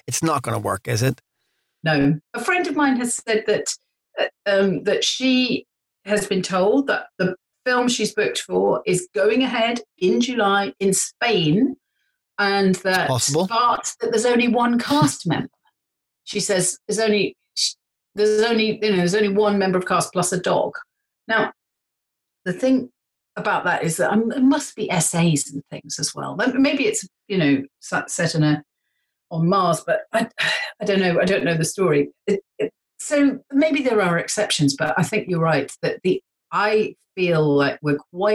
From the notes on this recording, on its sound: Recorded via Zoom. Studio facilities provided by irishvoiceovers.co.uk.